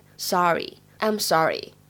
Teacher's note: 美式的发音当中的话呢，字母 o 发的音呢会比较偏向长元音的啊的感觉。发音部位往前推，口型会再张的大一些。